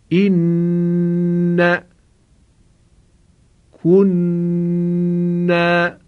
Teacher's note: توجه داشتید که من به میزان دو حرکت صدای نون مشدد رو کشیدم · Term: غنه